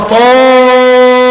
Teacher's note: وأما الإمام نافع براويه يقرؤون طائرا مع المد المتصل، وكل على مذهبه، يعني أن قالون سيقرأ طائرا وورش سيقرأ بالطول مع ترقيق الراء